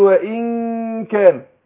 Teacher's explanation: هنا رققنا الايه الغنة اهو عشان النون الساكنه جه بعدها الكاف، والكاف من حروف الاستفاد من حروف الترقيق.